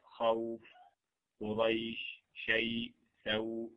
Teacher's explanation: كأنه يمد بقدر حركة واحدة أو حركة ونصف فيقرأ قريش، يعني لم تصل لدرجة الحركتين وفي نفس الوقت لم